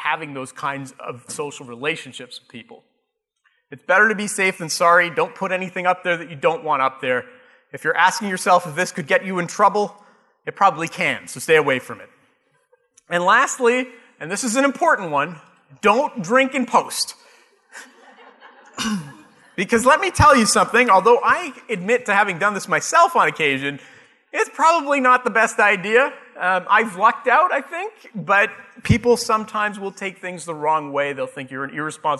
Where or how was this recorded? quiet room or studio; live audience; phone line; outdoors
live audience